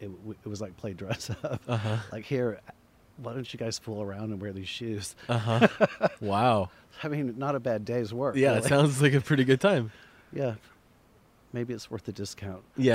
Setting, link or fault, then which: setting, outdoors